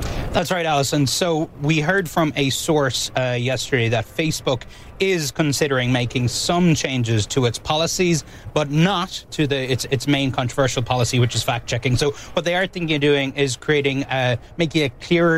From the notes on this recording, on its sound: Live from The New York Stock Exchange.